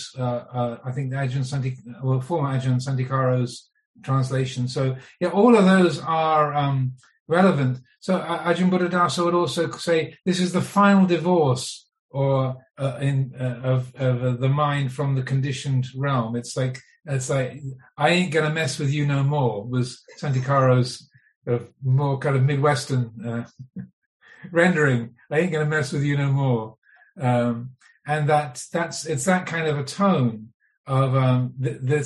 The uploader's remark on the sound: Via his zoom teaching on the Niramisa Sutta hosted by Mid America Buddhist Association. Thankful for the patience of the audience.